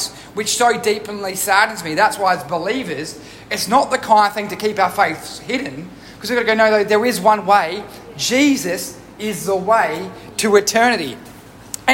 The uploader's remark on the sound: Recorded live at One Heart Church.